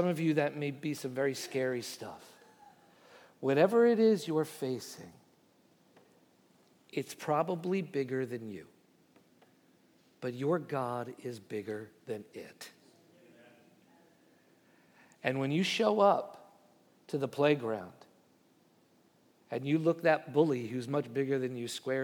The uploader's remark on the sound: Message Preached at Valley Creek Church